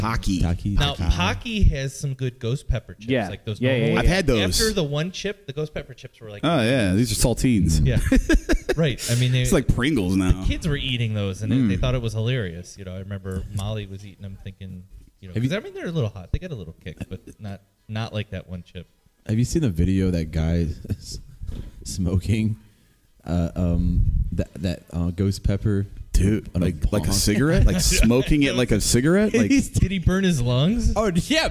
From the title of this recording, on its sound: LIVE at the LAN